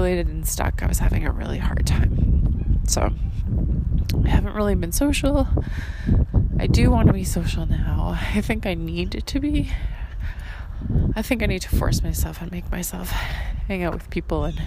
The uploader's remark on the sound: The wind is brutal in this audio walking journal I didn’t think I’d publish.